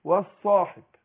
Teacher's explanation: والصاحب برضو دي لام شمسيه، ودغمت اللام في الصاد